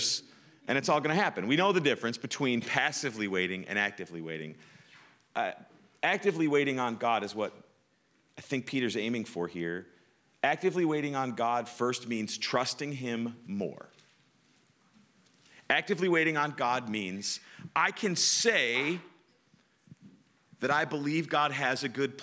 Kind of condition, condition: setting, large echoing room